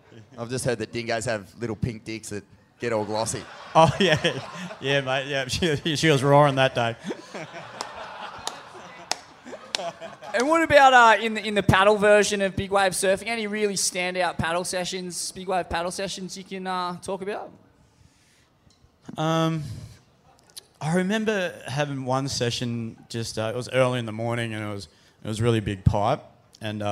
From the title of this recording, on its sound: LIVE from the Cooly Hotel